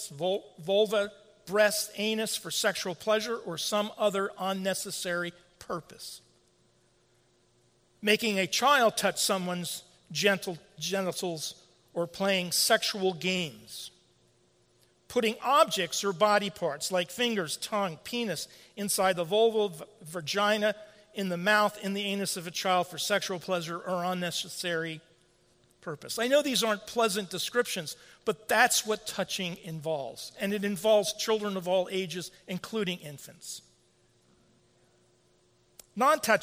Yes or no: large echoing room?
yes